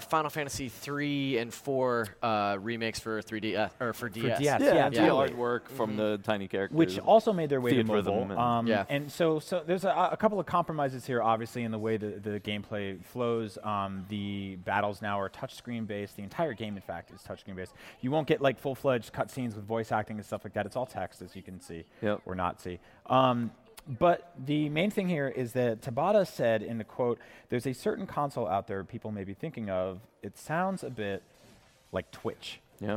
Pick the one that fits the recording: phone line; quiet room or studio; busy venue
busy venue